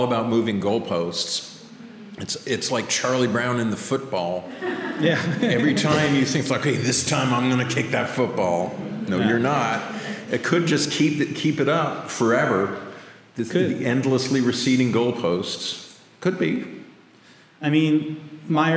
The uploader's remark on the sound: Live in Lily Dale. They also had the honour of launching the symposium with a live recording held on the evening of the July 27th.